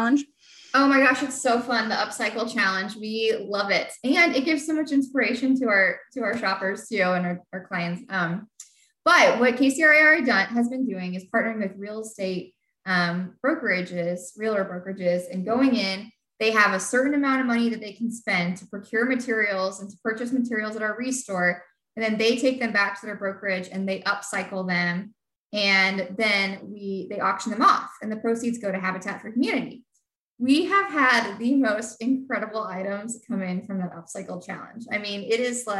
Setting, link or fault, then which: link, video call